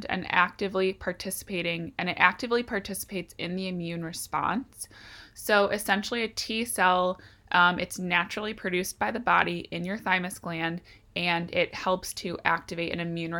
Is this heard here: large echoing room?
no